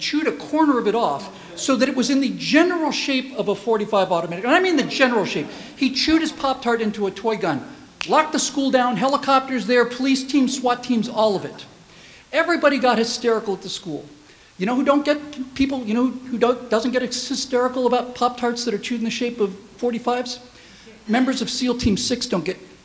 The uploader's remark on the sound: Give the keynote speech at the Holiday Dinner for the American Freedom Alliance. Unscripted speech.